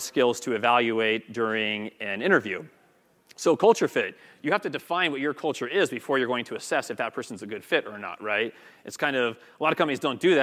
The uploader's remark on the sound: Pulled from his speech at The Sales Development Conference at the Ritz-Carlton San Francisco in 2018